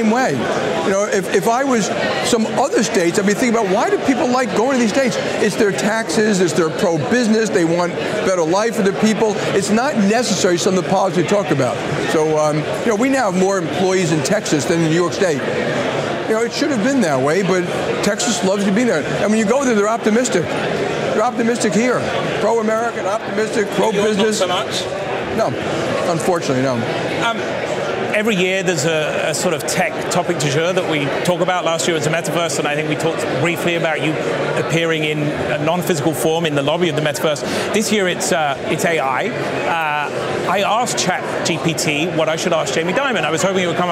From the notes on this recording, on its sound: They speak at the 2023 JP Morgan Global High Yield & Leveraged Finance Conference in Miami Beach, Florida.